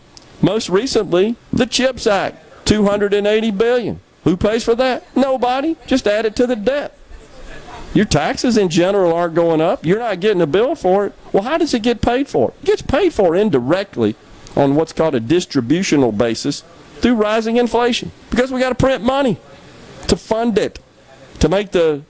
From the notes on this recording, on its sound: MidDays is LIVE from Mossy Oak in West Point for the kickoff of the 44th Annual Prairie Arts Festival this weekend.